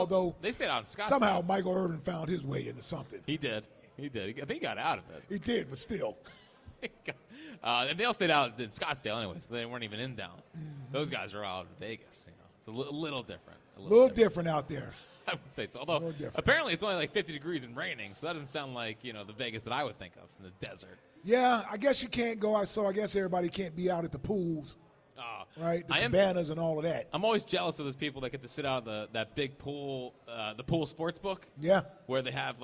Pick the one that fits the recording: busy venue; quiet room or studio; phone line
busy venue